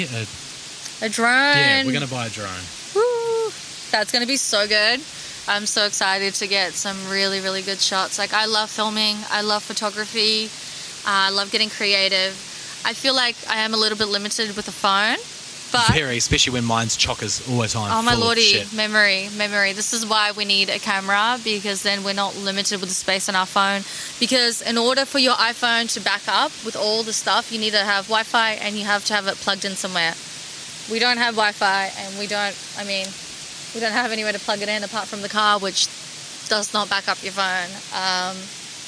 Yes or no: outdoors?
yes